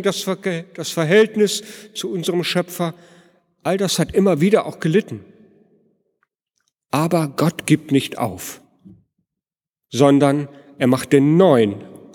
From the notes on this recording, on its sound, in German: Predigt am Heiligenabend in der Martin-Luther-Kirche, Detmold.